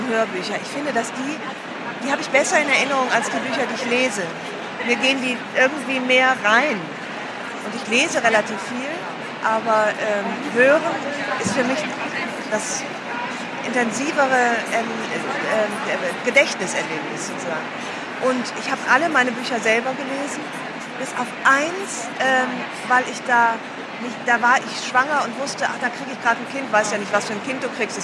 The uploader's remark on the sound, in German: live von der Frankfurter Buchmesse